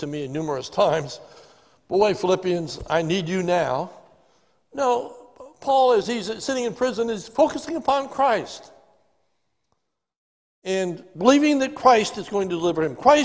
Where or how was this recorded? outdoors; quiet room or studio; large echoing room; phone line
large echoing room